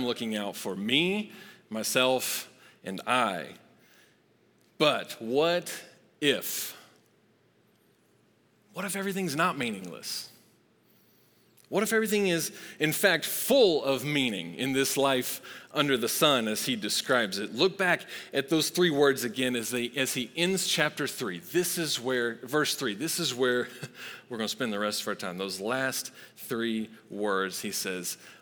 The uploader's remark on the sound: Recorded live at Long Hollow Church on January 10, 2023.